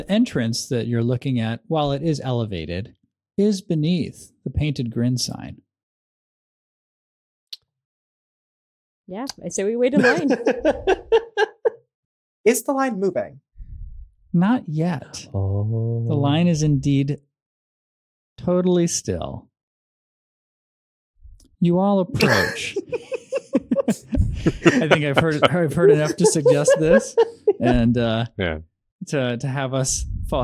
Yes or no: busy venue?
no